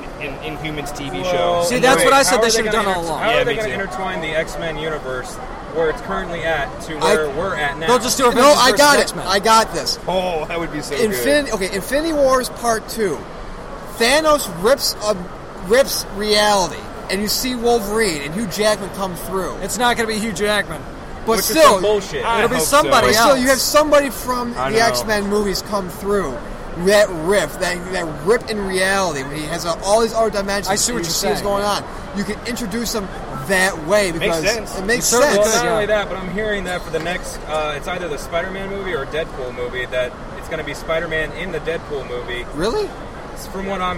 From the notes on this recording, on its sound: Tidewater Comicon 2016 Live Show. Tidewater Comicon 2016 is in the books and we were there to cover it all live! Hear us talk to con-goers.